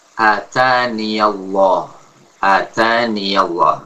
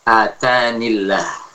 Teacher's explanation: Kalau dibaca dengan wasal, ya-nya ada dan di fathah. · Shown in: first take · Ataniyallah.